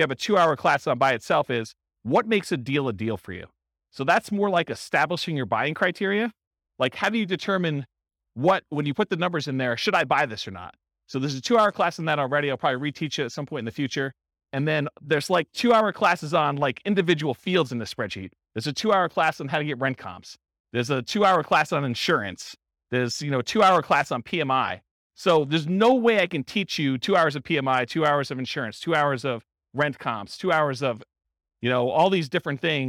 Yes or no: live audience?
yes